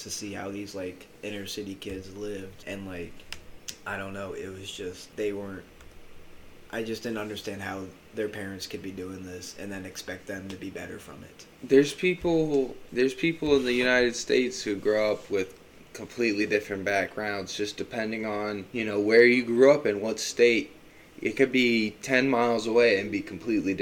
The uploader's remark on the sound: The audio levels were pretty crazy on this one so be warned.